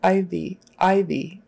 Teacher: there's a little tiny little stop in between where your throat closes up